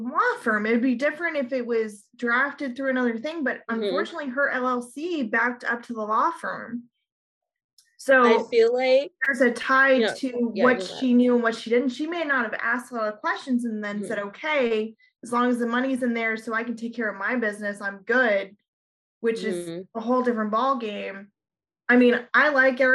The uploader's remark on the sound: in the BMB Zoom Room